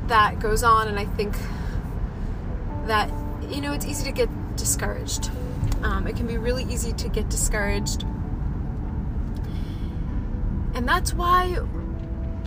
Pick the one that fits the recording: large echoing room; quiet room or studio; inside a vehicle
inside a vehicle